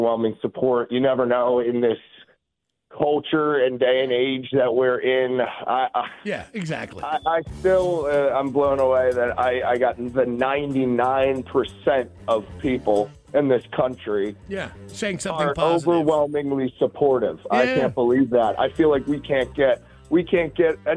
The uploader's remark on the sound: We got him on the phone this morning